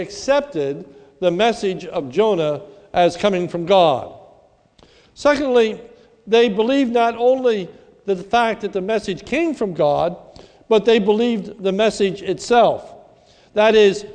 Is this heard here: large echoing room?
yes